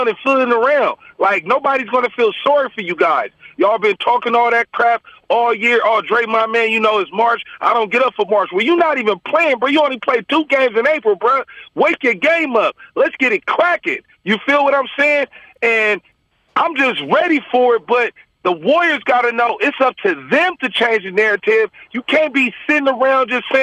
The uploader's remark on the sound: take phone calls from Warriors fans